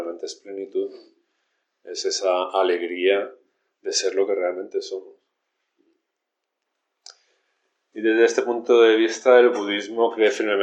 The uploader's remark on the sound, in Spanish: Grabaciones de las cuatro sesiones de enseñanza realizadas durante el retiro de primavera en el templo Luz Serena.